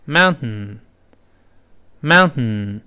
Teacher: 舌尖儿顶住 t 的，没有把它爆破，舌尖儿顶死了，粘在上牙膛上，然后鼻子出气儿 · Term: 失去爆破